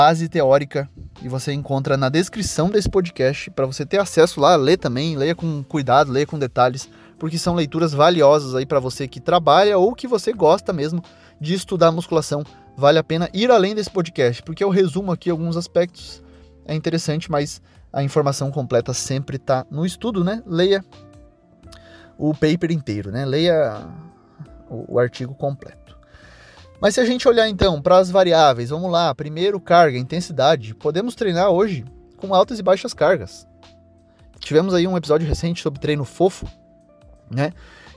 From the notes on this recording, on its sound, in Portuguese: Relembrando os velhos tempos gravando um episódio dentro do carro